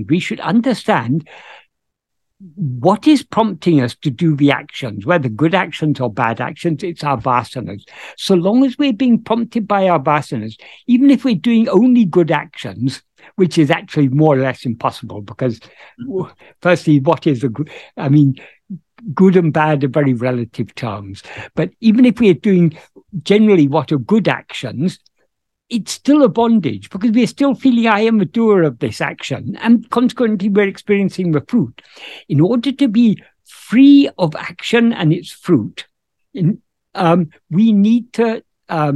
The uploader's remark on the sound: In a Zoom meeting